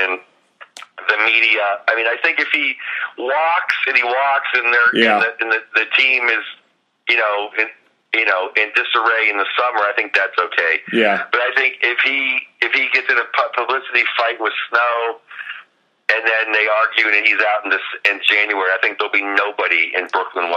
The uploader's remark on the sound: We make podcast history with the first call in from a land line to a flip phone.